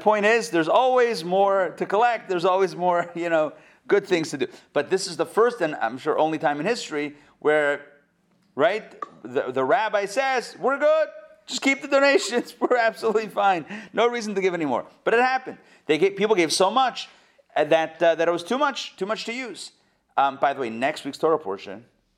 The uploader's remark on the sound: Recorded live at the Intown Jewish Academy on February 24, 2022